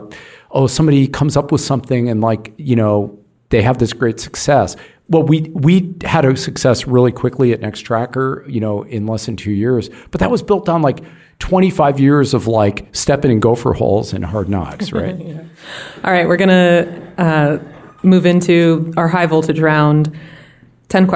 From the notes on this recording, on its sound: This conversation was recorded live in Oakland, California at Powerhouse.